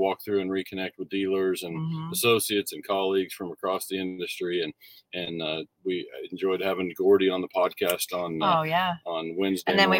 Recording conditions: inside a vehicle